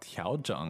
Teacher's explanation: This is second tone and third tone.